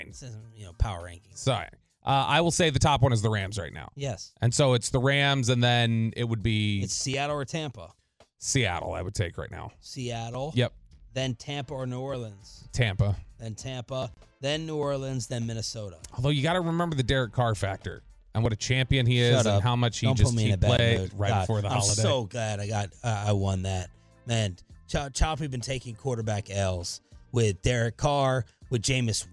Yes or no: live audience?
no